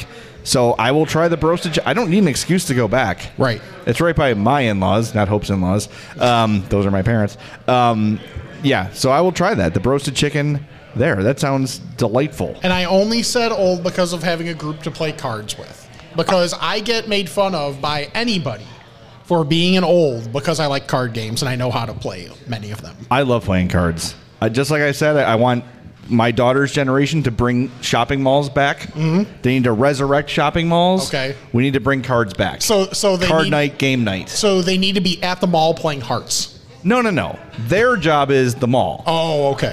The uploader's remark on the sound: Live from Uncle Bud's